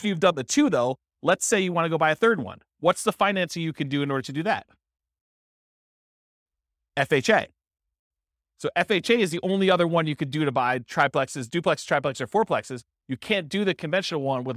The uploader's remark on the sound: This was a live class recorded